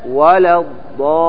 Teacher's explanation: مثقل لأن بعد حرف المد حرف مشدد فيه إضغام وهو اللام · Term: كلمي مثقل